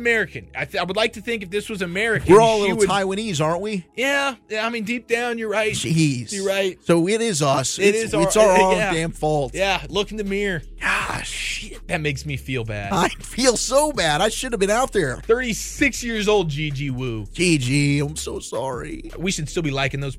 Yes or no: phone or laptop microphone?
no